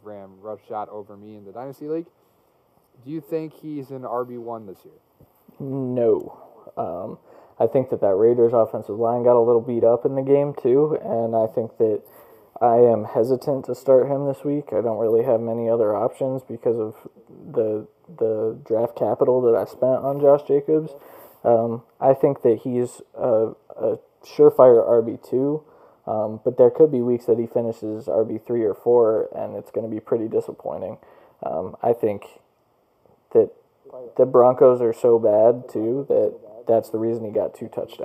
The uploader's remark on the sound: Please excuse the sound quality